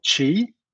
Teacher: my name is actually the second tone. So it goes up. It's kind of like a question mark. So you go Qi.